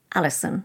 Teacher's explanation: It's the O that causes the biggest problem, isn't it? Yeah, people tend to overemphasise it, whereas a native English speaker hardly pronounces it. Alison. Yeah, it's a schwa.